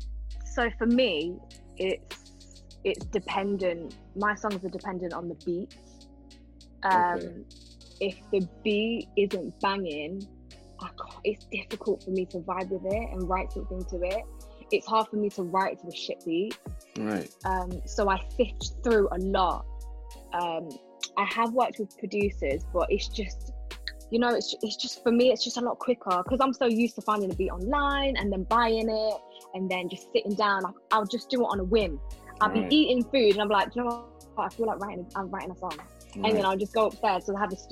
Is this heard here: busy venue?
no